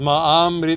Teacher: the short A and the two A's merge and become a long A. Because ma and becomes ma.